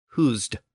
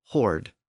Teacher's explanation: So between Gothic hoosed and Old English hoard, you can hear that shift to the R sound that never occurred within Gothic · Shown in: second take